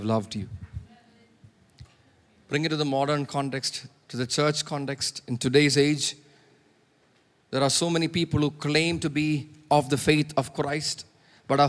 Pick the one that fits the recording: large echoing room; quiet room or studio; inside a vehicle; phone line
large echoing room